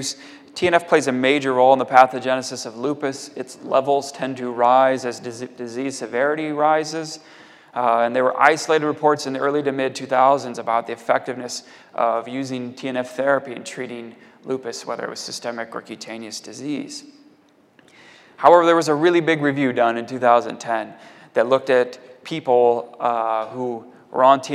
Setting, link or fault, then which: setting, large echoing room